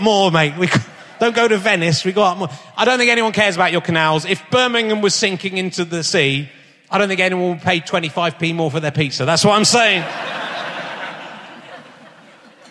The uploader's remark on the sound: RHLSTP comes to Birmingham Town Hall and the biggest audience